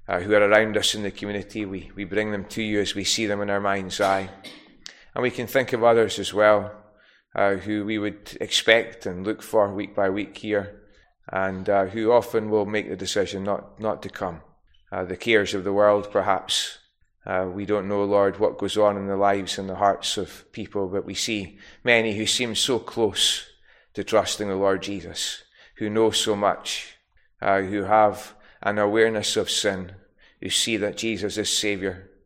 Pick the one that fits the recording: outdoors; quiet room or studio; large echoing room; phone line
large echoing room